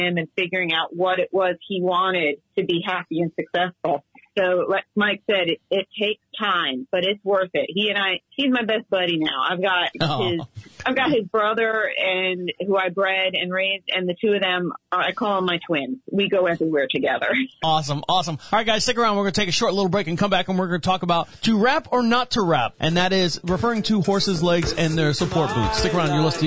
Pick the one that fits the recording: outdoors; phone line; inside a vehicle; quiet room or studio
phone line